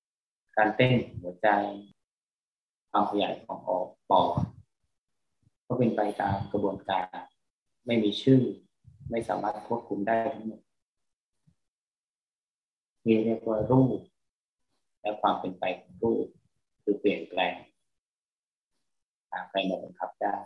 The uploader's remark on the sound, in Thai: ขออภัย คุณภาพเสียงไม่ดีนัก เนื่องจากระบบการบันทึกเสียง